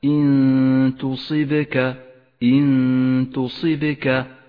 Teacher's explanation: أخف النون الساكنة بالتاء مع بقاء غنة للنون زمنها حركتان، ولذلك لونت في مصحف التجويد باللون الأخضر إشارة إلى الإخفاء وموقع الغنة.